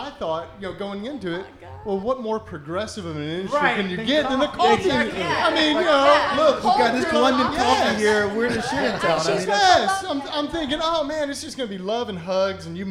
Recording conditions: busy venue